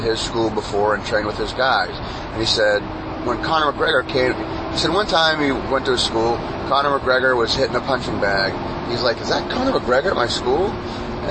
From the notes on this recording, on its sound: the carcast